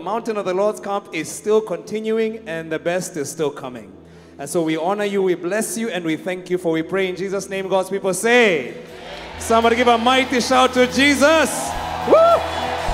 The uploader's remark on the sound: Preached at Worship Harvest Camp, Kampala